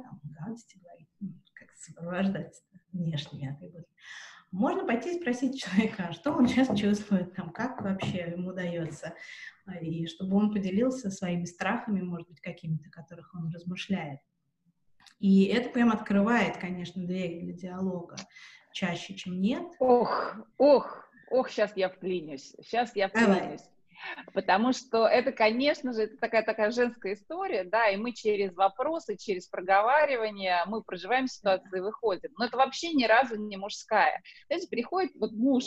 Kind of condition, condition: link, video call